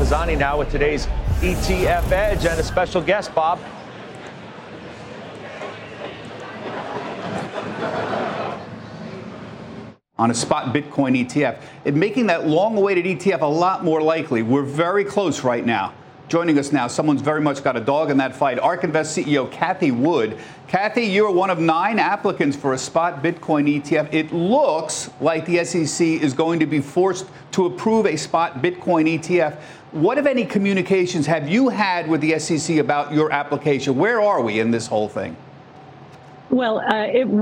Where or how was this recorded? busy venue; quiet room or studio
busy venue